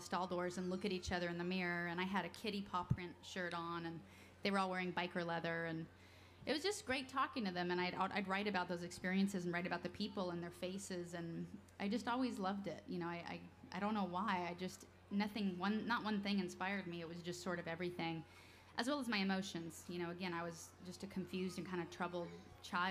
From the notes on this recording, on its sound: 2012 Library of Congress National Book Festival